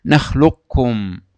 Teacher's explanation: دخلت القاف في الكاف لتقارب المخارج كما أخذنا في الدرس الماضي، لكن بقيت صفة القاف ولم تذهب تماما. · Term: إدغاما ناقصا